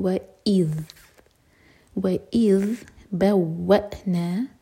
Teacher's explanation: ہم ایسے نہیں پڑھیں گے وإذ بوأنا نہیں وإذ بوأنا تو ذال ساکن پر تھوڑا سا ٹائم اور حمزہ کا کٹ آف ساؤنڈ کلیئر آنا چاہیے وإذ نہیں وإذ وإذ بوأنا وا کو حمزہ سے چھوڑیں گے